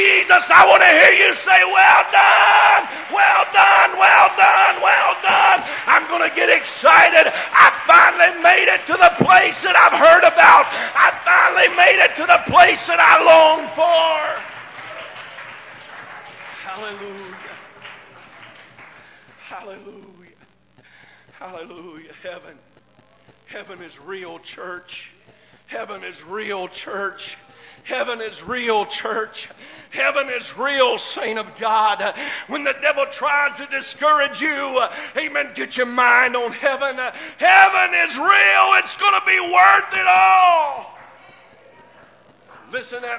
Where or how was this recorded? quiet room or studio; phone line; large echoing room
large echoing room